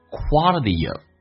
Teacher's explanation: will enrich the quality of yourlife， enrich 丰富你自己的生活的品质， quality 这个单词英式发音大家应该都知道叫 quality，美式发音叫 quality，但你要能听懂，首先那个发啊，最后一个 t 发 d，两个元音中间辅音要被浊化 quality，而且 quality 跟 of 有个连音，元音跟元音之间不是加我就是加也，那么这个加个也